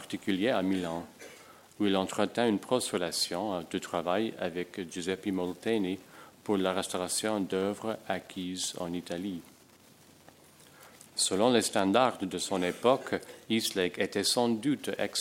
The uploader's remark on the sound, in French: enregistrée le 24 novembre 2010, dans le cadre du colloque " Conserver, restaurer demain.